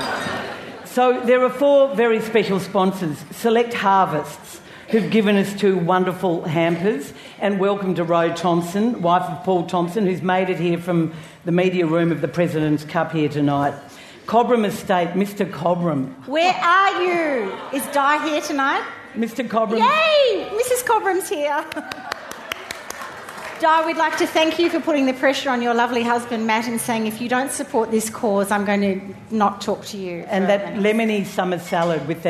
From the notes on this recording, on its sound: Live Christmas Show